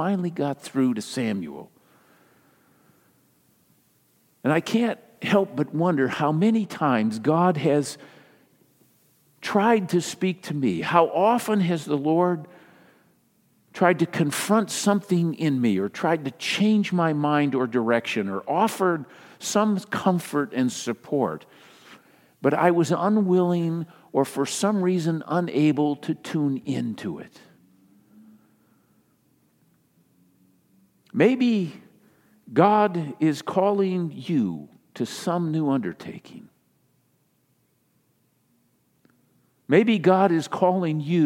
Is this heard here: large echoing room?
yes